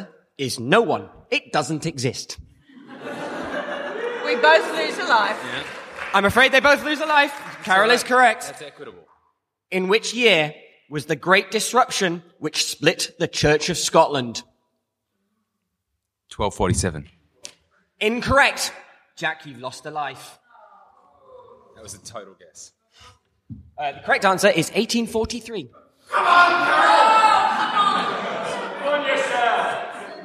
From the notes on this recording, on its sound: Three microphones. A boisterous studio audience.